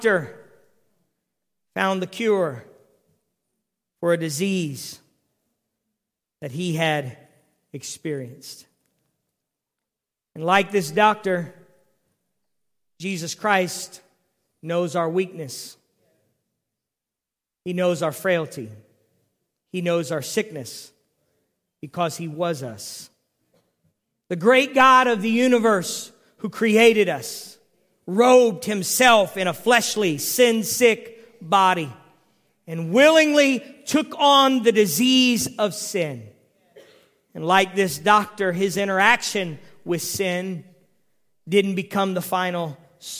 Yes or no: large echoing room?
yes